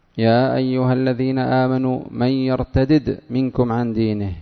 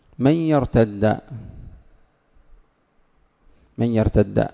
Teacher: قرأ نافع وابن عامر بالفك: يا أيها الذين آمنوا من يرتدد منكم عن دينه بالفك، وهو لغة الحجازيين الفك.